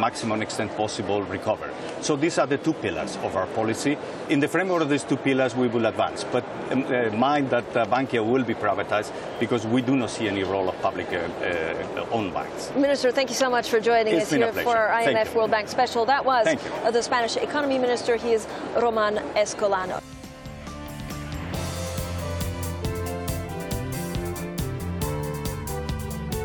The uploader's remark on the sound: All interviews were broadcast on site at the IMF & World Bank Group Meetings in Washington, D.C.